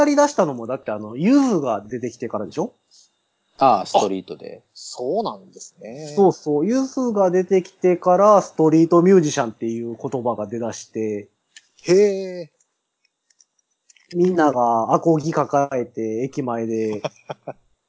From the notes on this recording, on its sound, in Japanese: 今回もスカイプの収録ですが、ちょっと音質悪目でございます。